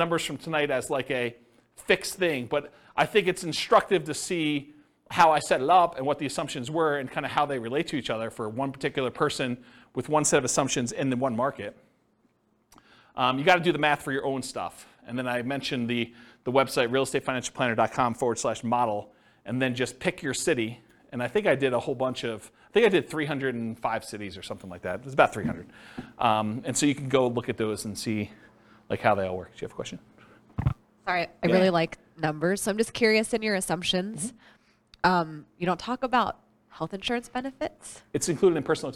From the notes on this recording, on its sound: This was a live class recorded